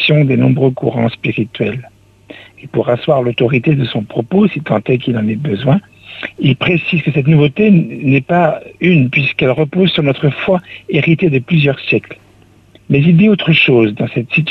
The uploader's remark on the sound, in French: Invité par téléphone.